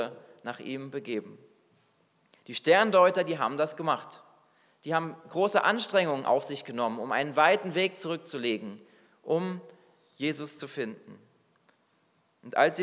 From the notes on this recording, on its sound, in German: Predigt aus dem Weihnachtsgottesdienst